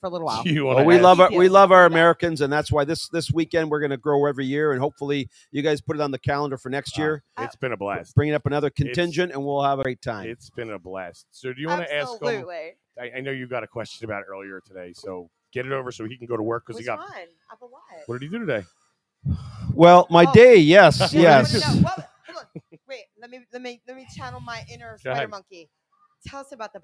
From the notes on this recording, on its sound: The USDPnation is LIVE from the XClub in Canada.